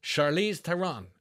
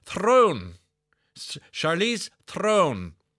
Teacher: her surname is in fact pronounced Throne, as in Game of, with a slight roll of the R · Shown in: second take